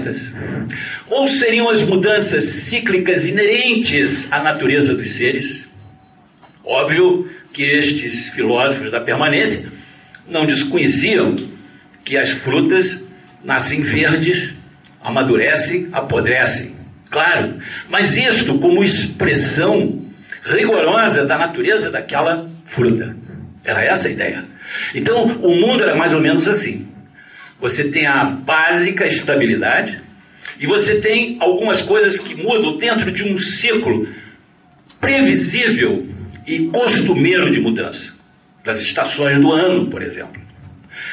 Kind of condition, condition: setting, large echoing room